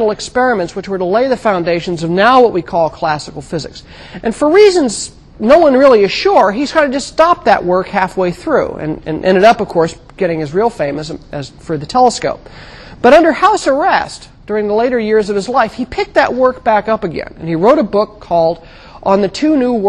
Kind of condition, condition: setting, large echoing room